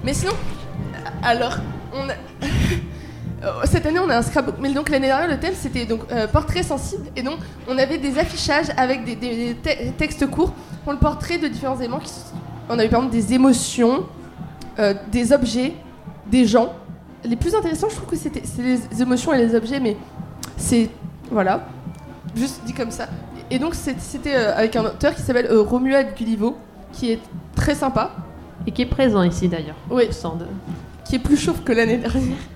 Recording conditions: busy venue